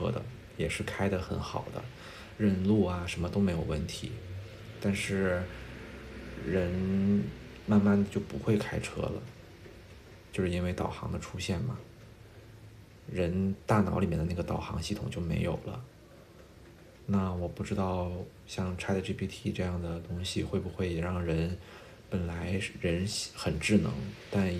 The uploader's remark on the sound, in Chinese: 首先先抱歉，这期杂音有些大，家旁边很吵，希望你能够理解呀。前两天ChatGPT和用语音直接交流了，所以我也来尝试一下，和它聊聊中秋节的话题。我把它反应的时间剪掉了，大概每次二十多秒。